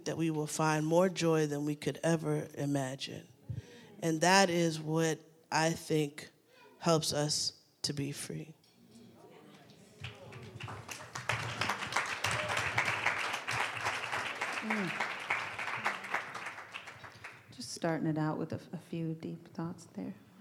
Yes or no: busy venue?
yes